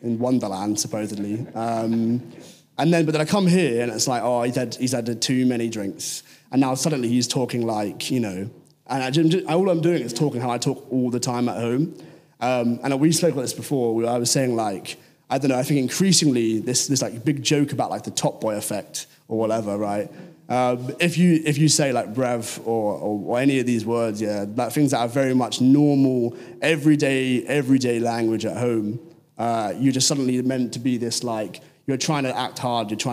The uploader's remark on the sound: Cambridge Union. This Panel took place in the Keynes Library.